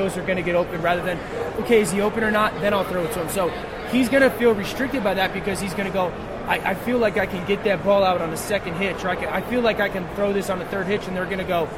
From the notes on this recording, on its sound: Live from Super Bowl LII. Live from Radio Row.